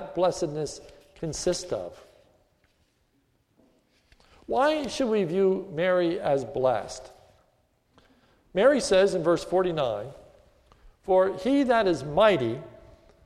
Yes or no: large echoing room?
yes